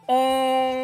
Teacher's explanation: N の音が混ざったような感じで、おーんってこうずっとね、あの発音が響いていく、続いていく · Term: 美母音